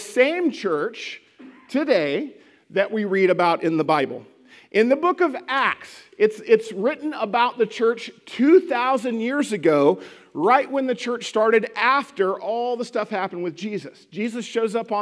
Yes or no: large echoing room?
yes